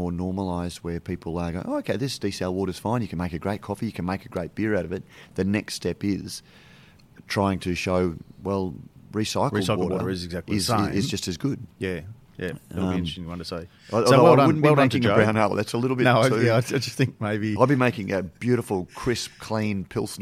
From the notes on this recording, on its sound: record live from BrewCon 2019 to discuss the news of the week